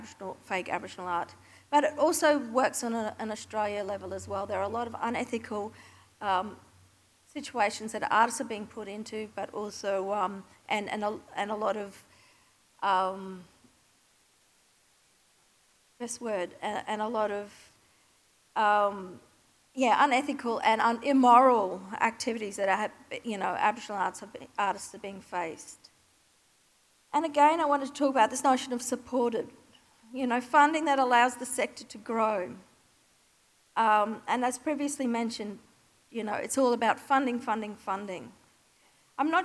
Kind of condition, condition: setting, live audience